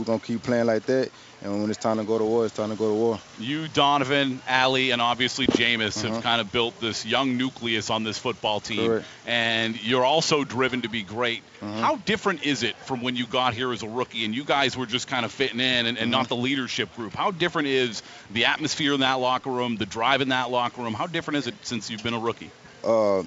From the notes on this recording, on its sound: LIVE from Bucs Training Camp